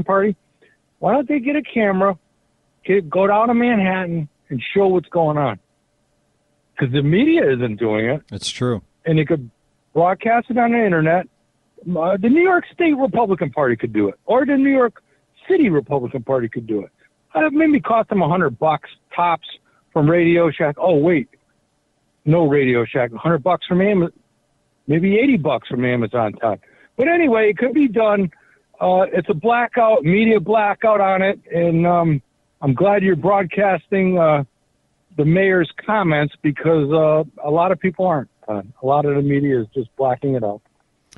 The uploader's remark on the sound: We play RANTS - and take phone calls.